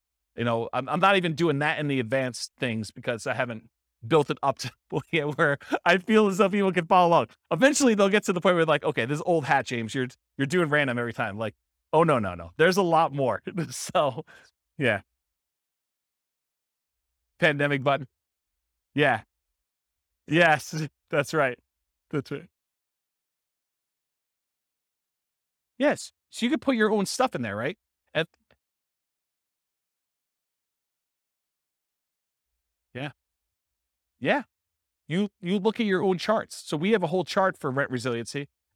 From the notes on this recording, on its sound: This was a live class recorded.